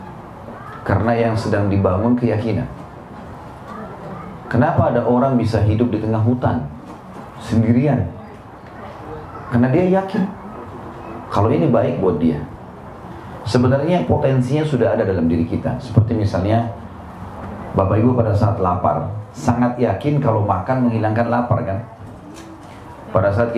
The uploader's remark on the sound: LIVE at San Bernardino, California